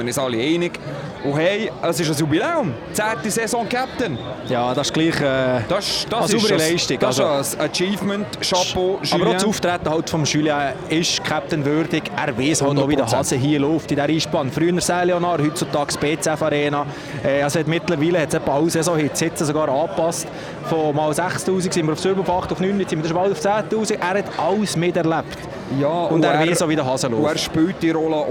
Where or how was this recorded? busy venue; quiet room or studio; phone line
busy venue